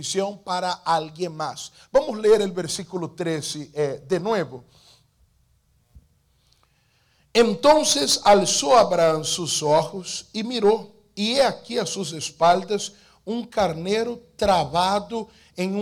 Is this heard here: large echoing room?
yes